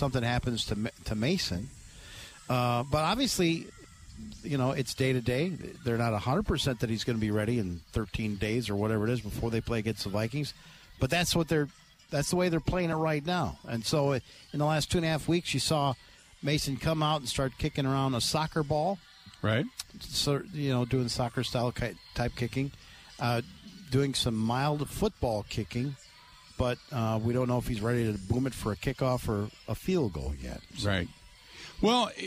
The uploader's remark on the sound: live at the Wisconsin State Fair